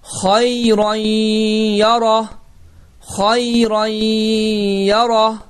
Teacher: ənin nısı itir, yə hərfi isə qoşalaşır və səs də burundan çıxır və bu cür oxunur.